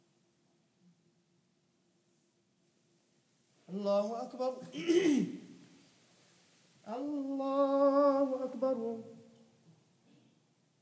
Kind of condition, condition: setting, large echoing room